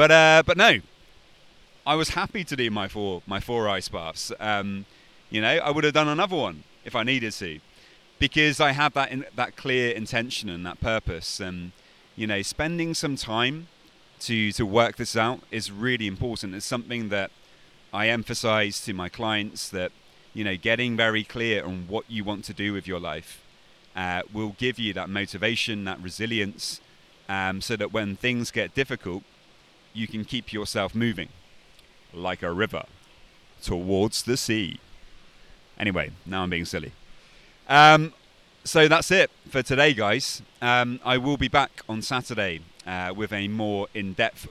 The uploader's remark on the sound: This episode was recorded next to a river in Poland.